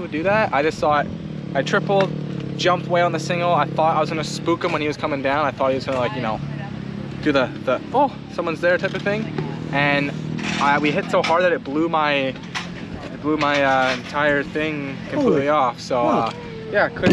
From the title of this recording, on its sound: Walk And Talk - 2023 Gopher Dunes Supercross Post-Race